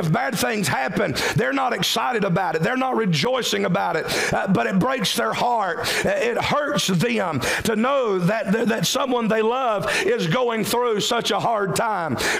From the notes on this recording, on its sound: during the 11AM service October 8, 2023